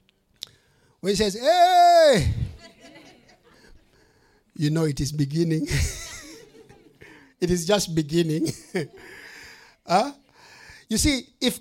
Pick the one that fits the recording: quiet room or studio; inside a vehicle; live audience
live audience